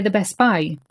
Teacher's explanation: you can't hear the T at the end of best when you're speaking really fast